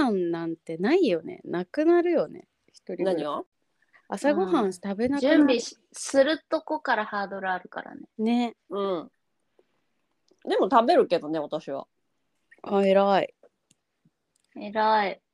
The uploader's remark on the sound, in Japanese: 今回はノンアルリモート収録！